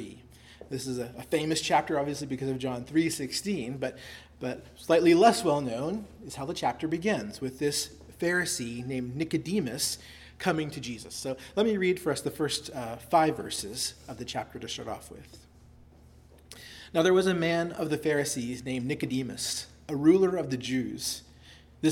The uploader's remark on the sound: Delivered at Christ Our Savior Baptist Church on Sunday evening, October 1, 2023.